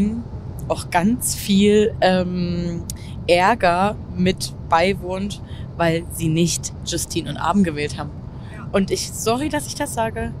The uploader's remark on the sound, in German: Auf dem Weg nach Köln im Auto aufgenommen. Entschuldigt, falls es etwas wackelt.